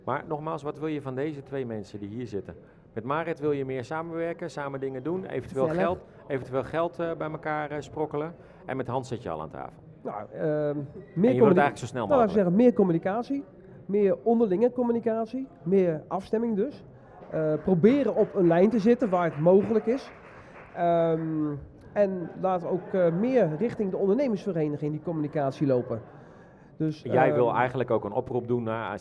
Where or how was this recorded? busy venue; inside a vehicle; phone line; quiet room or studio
busy venue